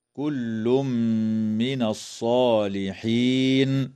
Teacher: كلمة وإلياس من قبيل الوقف الحسن. قوله تعالى كل من الصالحين، يدغم التنوين في الميم مع الغنة